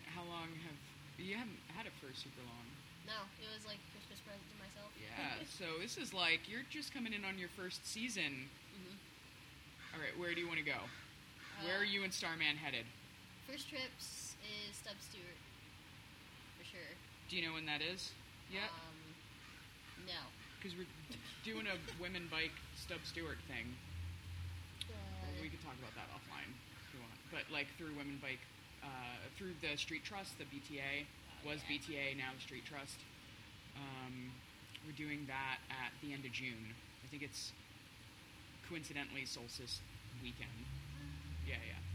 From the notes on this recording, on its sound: It’s the first time I’ve recorded face to face as well as outside with all of the elements you might expect to hear in an urban park. You’ll get some ambiance like birds and the sound of camp stoves, as well as some guy yelling in the background, and there’s a fairly loud fountain nearby! I tried to clean it up to have our voices stand out as strongly as possible, but I apologize in advance if it’s hard for anyone to hear.